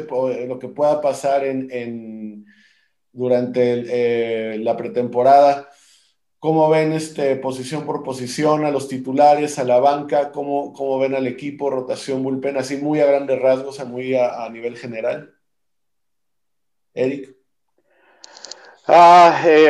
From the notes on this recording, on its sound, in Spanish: de manera virtual, obvio, vía Zoom